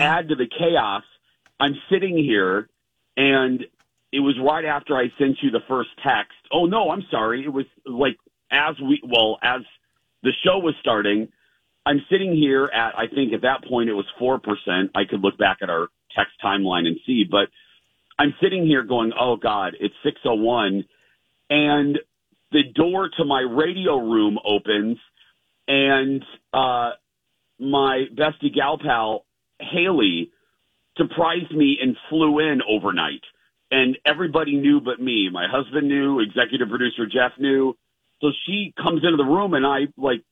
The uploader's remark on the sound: on the phone